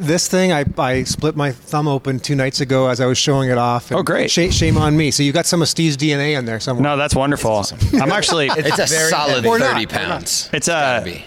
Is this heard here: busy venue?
yes